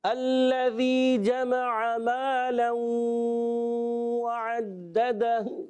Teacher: جمع کو لمبا نہیں کرنا، عین کی زبر لمبی نہیں کرنی، غنہ پورا کریں گے.